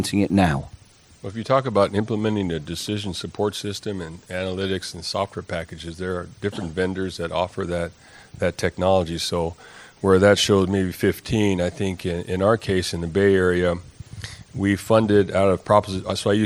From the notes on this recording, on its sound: PTV Panel debate Singapore. This is a recording of an excellent PTV-led debate. The panel debate took place at the ITS World Congress in Singapore. It started with a presentation about PTV Optima before a debate.